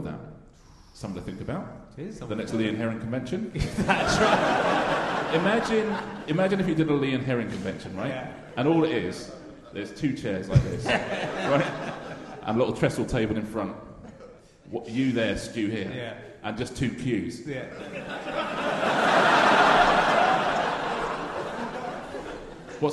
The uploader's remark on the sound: RHLSTP Edinburgh 2019. Played live in front of and then involving the audience.